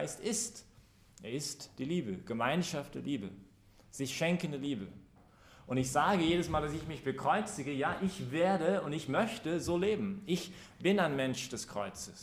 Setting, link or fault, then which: setting, live audience